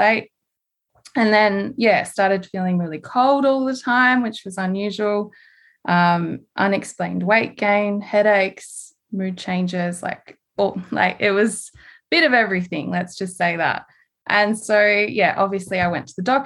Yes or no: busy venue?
no